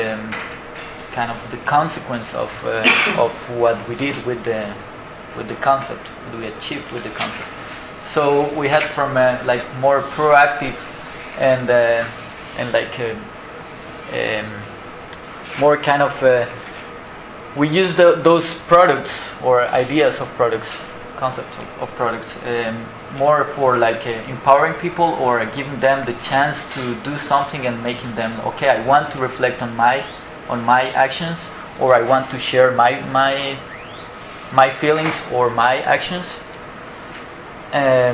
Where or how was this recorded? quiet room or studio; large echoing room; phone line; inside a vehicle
large echoing room